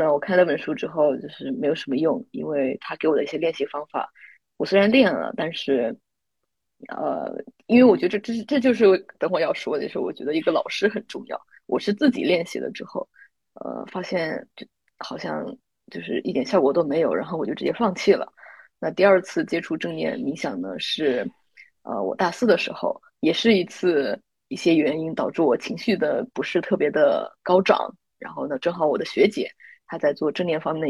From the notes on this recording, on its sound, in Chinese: 线上录制，音质问题还请见谅！